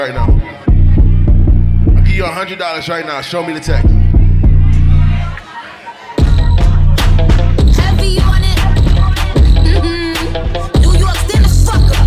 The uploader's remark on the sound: LIVE at AFTEEZ